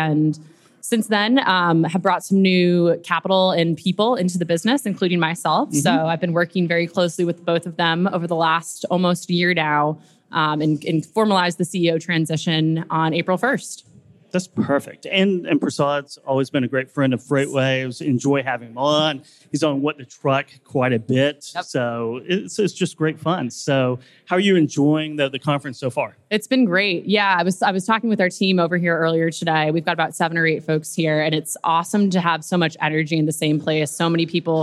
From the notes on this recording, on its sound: LIVE at FreightWaves' Future of Supply Chain conference